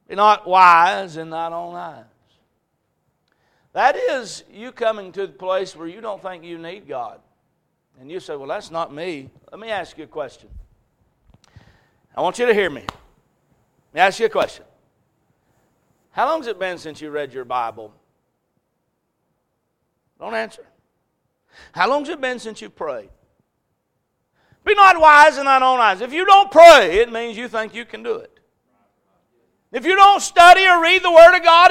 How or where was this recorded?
large echoing room